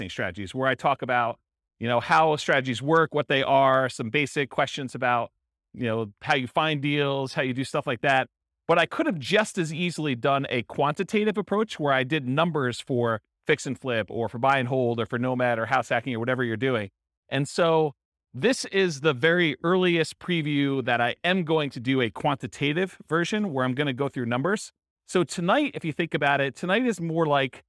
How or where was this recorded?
live audience